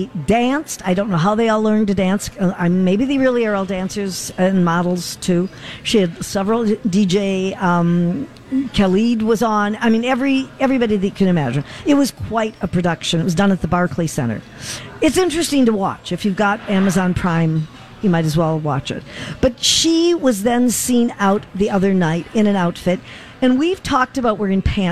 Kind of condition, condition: setting, busy venue